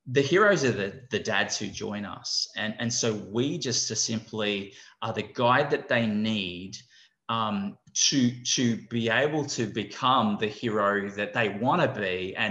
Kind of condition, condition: link, video call